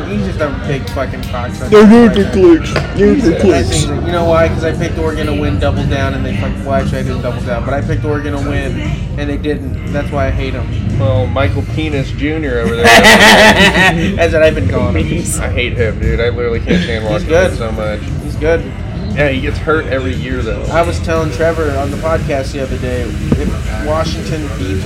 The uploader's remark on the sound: LIVE FROM THE AXL BARBER SHOP